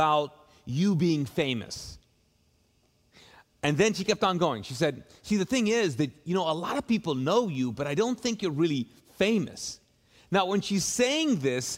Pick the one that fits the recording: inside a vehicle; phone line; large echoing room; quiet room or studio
large echoing room